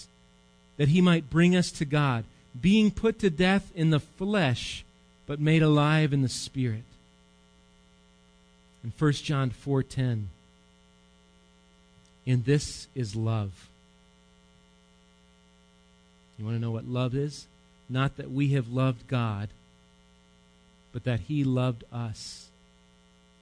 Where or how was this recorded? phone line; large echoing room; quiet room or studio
large echoing room